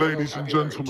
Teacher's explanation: every consonant is aspirated. · Term: influencer accent